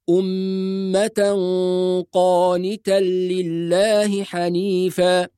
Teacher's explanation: في كلمة أمة مع كلمة قانتا هيكون في عندي غنتين، غنة الميم المشددة أمة، وغنة التنوين اللي هو تنوين الإخفاء بين التاء المربوطة وبين القاف، يبقى لازم نحافظ على زمن الغنتين.